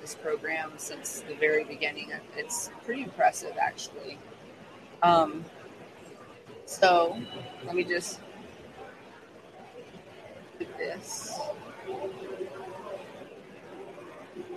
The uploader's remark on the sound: Live from MOCANN Biz Con